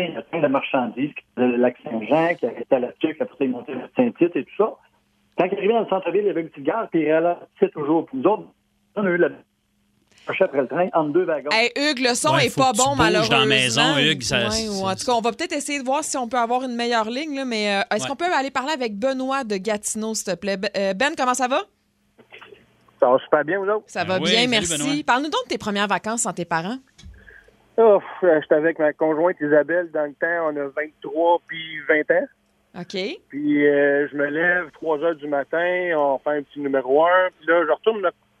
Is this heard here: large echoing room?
no